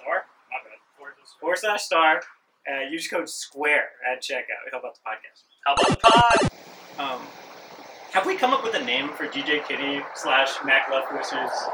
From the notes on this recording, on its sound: Back together again (in person). Hey, wtf is wrong with the audio. We spent some money on new mics, still figuring out how to use them.